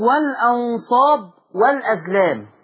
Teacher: شال الهمزه وياخد الفتحه ينقلها على الساكن. لازم شرط لما ينقلها على حرف ساكن.